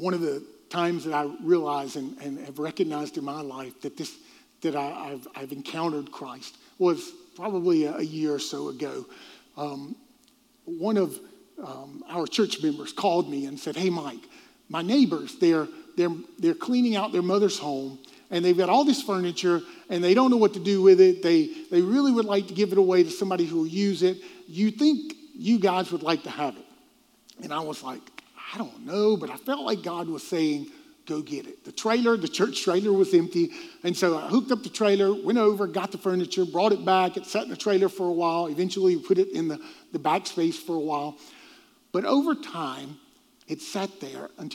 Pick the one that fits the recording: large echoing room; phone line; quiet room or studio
large echoing room